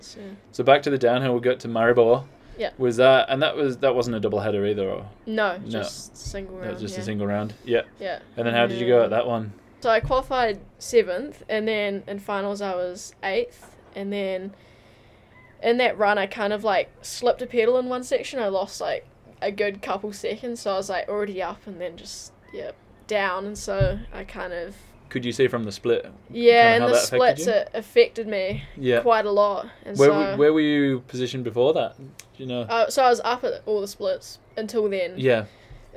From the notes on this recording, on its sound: We recorded this episode at the new ilabb house, "The ilodge" . We were sat outside on the deck so you may hear a few cars and lambs from time to time.